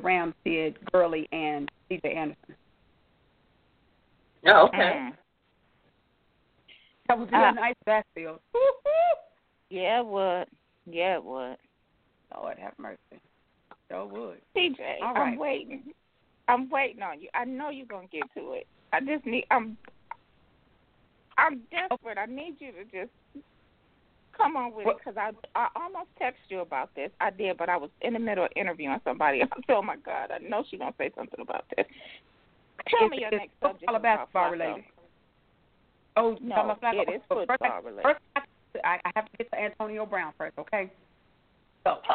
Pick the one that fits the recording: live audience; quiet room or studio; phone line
phone line